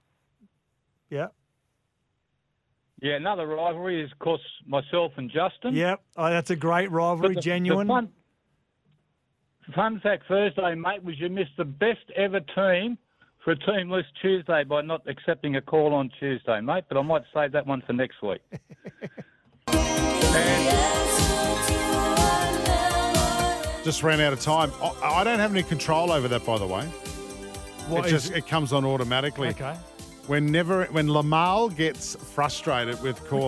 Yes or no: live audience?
no